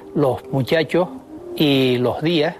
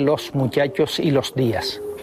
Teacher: En primer lugar, aspiran los canarios la S que aparece a final de sílaba. · Shown in: first take · Así se dice en las islas, los muchachos y los días, en lugar de los muchachos y los días. · Term: aspiración